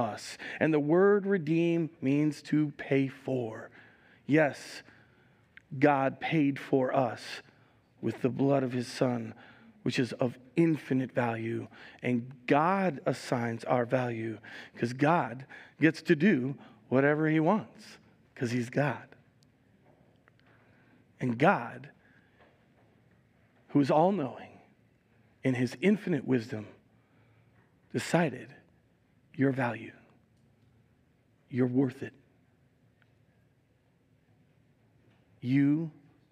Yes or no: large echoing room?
yes